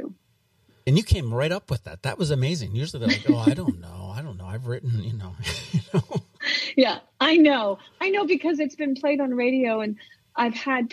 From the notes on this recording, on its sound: We hopped on the phone